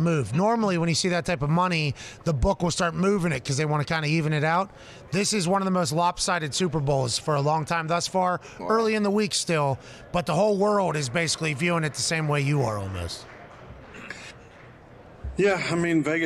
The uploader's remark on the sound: LIVE from radio row in BEAUTIFUL Phoenix, Arizona